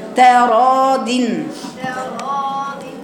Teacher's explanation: افصل بين التاء المستفله والراء المفخمه